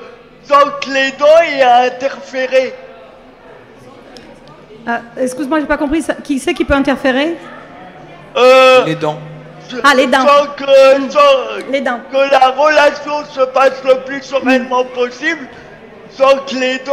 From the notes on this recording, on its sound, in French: En direct du salon Amours et handicap de Hyères